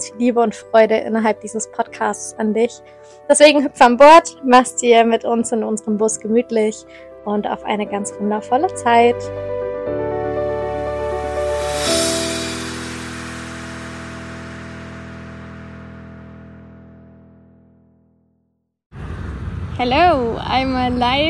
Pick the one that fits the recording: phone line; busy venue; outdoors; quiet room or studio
outdoors